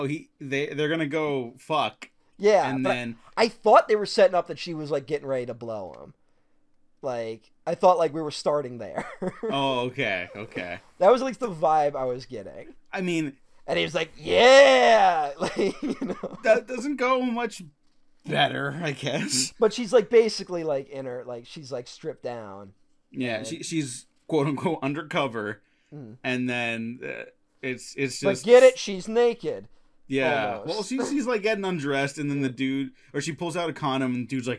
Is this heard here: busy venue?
no